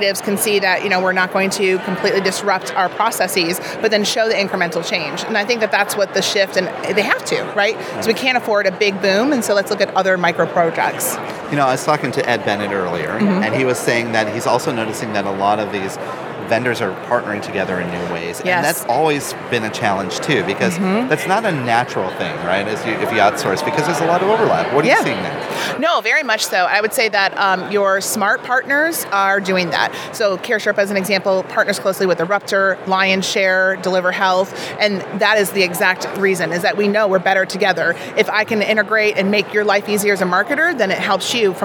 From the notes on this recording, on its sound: Live from SHSMD 2022. Live from the National Harbor in Maryland. Who shares field reporting from the annual Society for Healthcare Strategy and Market Development 2022.